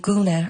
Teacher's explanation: it just creates this nice echo of the long U vowel sound in the last word in that stanza